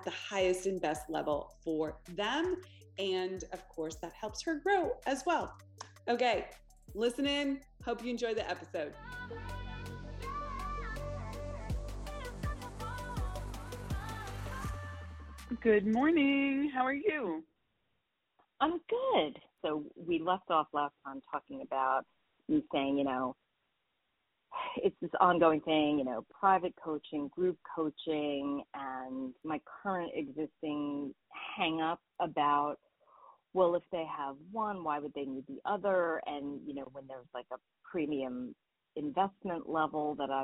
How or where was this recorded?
phone line